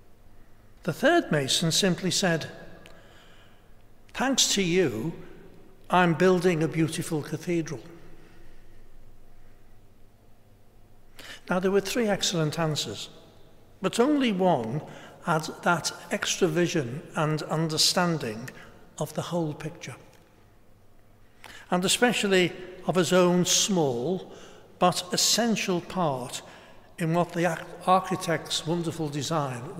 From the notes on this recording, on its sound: Celebrated a special Mass for those affected by the COVID-19 pandemic. Preached in the Blessed Sacrament Chapel of Liverpool's Metropolitan Cathedral of Christ the King.